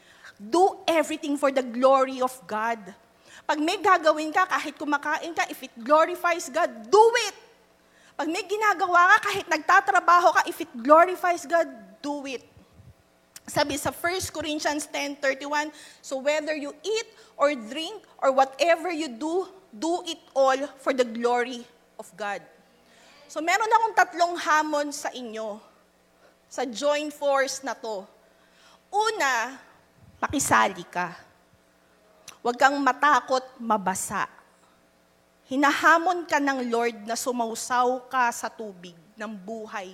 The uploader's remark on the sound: Live at Quest United 44th Anniversary